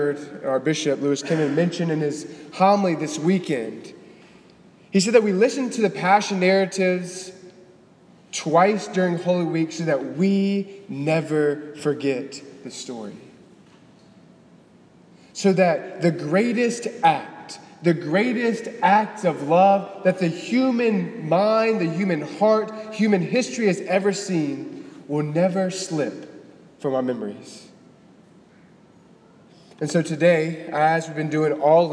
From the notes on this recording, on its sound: Delivered on March 25, 2018 at the Cathedral of the Nativity of the Blessed Virgin Mary in Biloxi, MS.